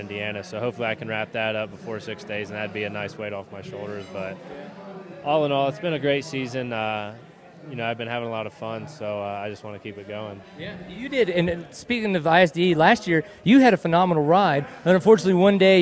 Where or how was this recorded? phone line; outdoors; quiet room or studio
outdoors